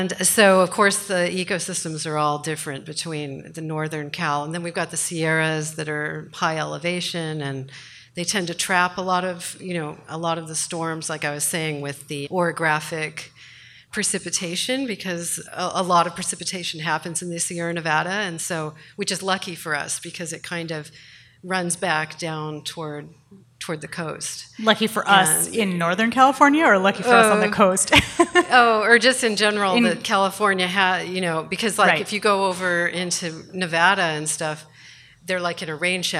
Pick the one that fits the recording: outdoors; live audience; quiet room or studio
live audience